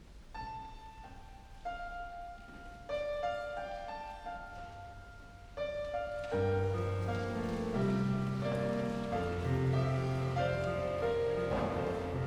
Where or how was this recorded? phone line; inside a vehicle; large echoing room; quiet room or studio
large echoing room